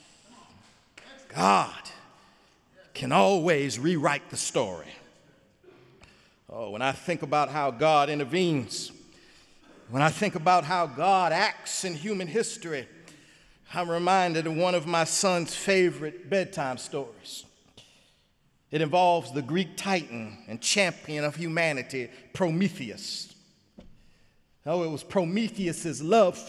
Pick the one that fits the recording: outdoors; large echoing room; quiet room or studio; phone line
large echoing room